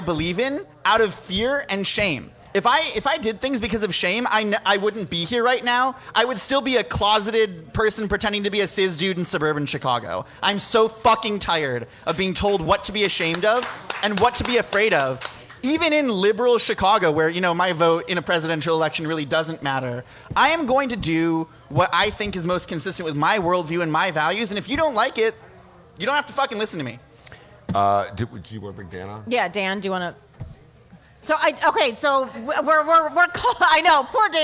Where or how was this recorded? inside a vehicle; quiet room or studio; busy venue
busy venue